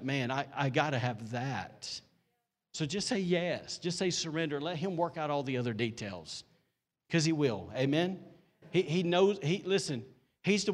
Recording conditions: large echoing room